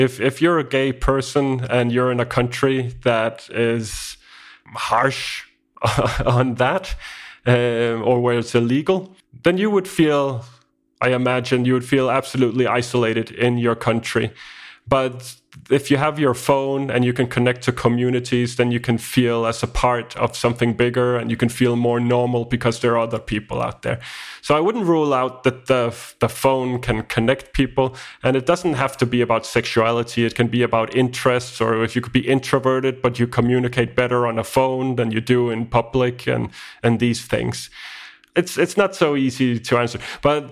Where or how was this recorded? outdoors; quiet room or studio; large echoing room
quiet room or studio